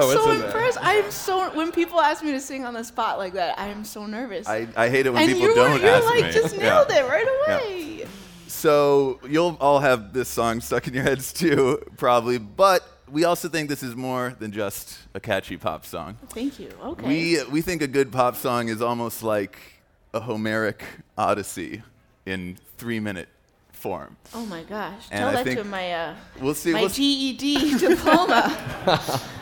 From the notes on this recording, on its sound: Live from SXSW